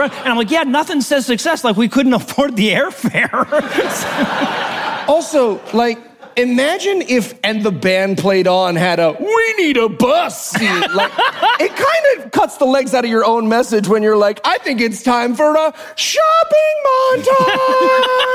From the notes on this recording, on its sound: Live from QED 2022 in Manchester, England